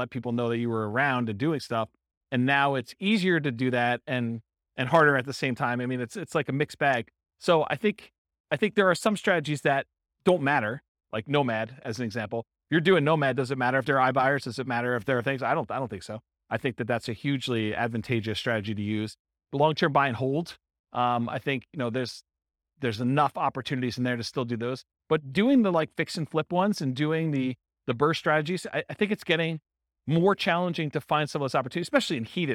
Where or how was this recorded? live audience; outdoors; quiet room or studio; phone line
live audience